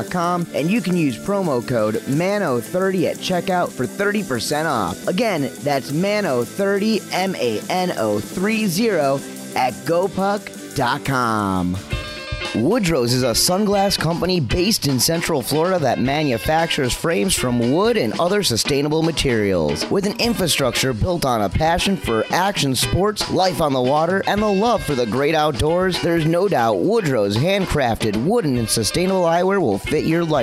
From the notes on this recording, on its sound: Recorded at the 2017 Wakeboarding Hall of Fame Induction Ceremony.